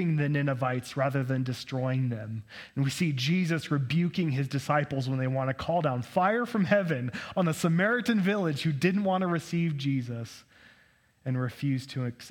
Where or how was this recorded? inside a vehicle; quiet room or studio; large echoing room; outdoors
large echoing room